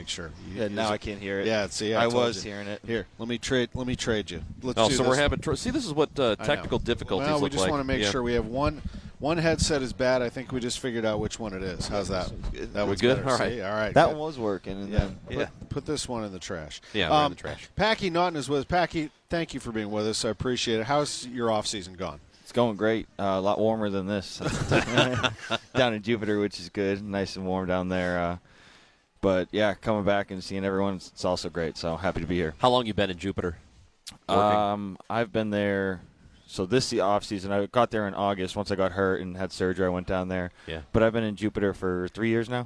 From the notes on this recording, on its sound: In our second hour from Cardinals Winter Warmup